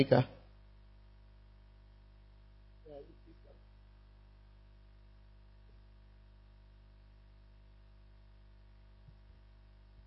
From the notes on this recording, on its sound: Send it Mini-Camp Navrongo. Preached at First Love Navrongo.